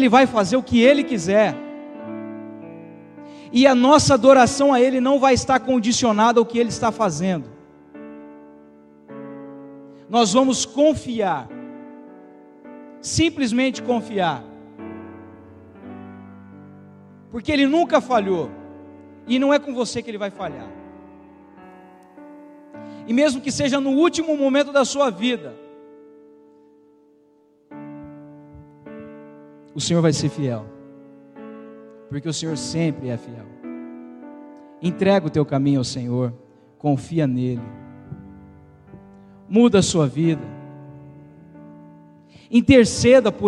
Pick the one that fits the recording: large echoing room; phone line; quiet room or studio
large echoing room